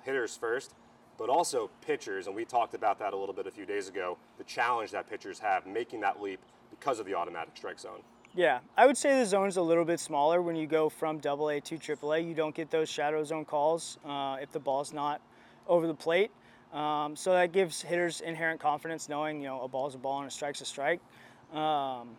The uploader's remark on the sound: Live From Spring Training